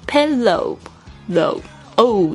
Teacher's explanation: O W 的这个声音是一个双元音的，所以那个嘴巴要嘴型要圆